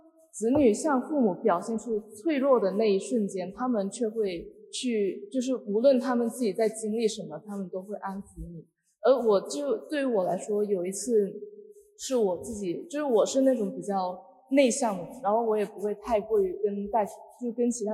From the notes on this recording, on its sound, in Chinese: 由于现场环境影响，本次录音音质会有所下降，请大家见谅。